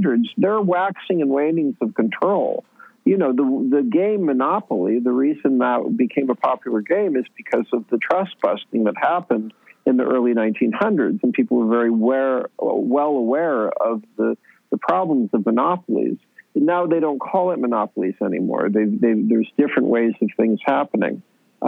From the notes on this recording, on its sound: we get on the phone with filmmaker